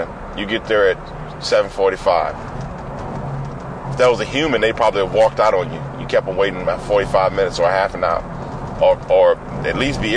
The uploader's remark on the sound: I’m talking about getting closer to God in this podcast that I recorded on a drive to Marion, Texas this morning FROM MY CAR!